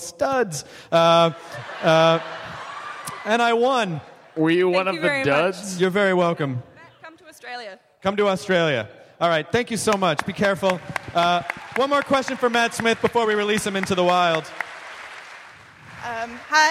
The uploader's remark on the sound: Live from SDCC 2013! It's the Nerdist live from the Balboa Theater in San Diego again!